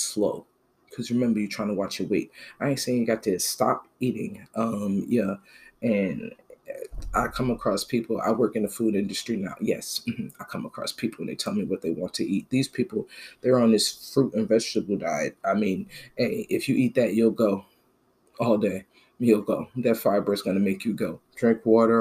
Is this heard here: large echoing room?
no